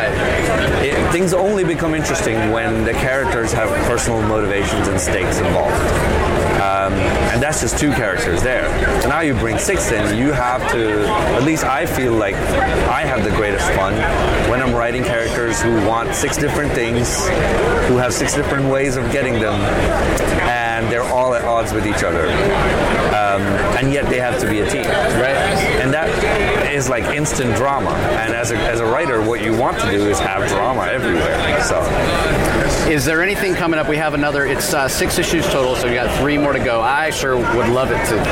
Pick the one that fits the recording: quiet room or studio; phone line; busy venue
busy venue